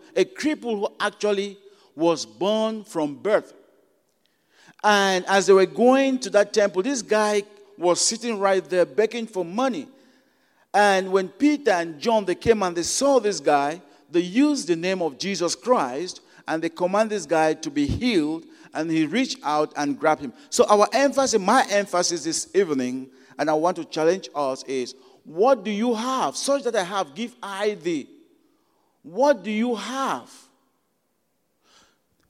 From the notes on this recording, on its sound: at Broadway Baptist Church, Lexington, Kentucky